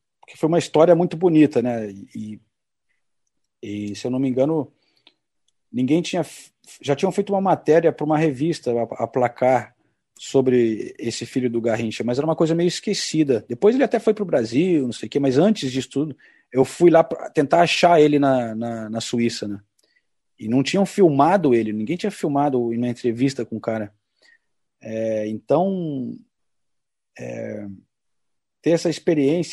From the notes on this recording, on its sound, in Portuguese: Direto de Londres. Nessa mesa redonda virtual.